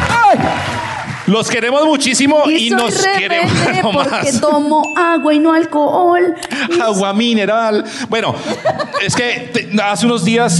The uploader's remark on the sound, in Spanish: Este año hicimos dos shows en Bogotá. Les compartimos este especial en vivo con gran parte de lo que pasó en vivo en el Teatro ABC.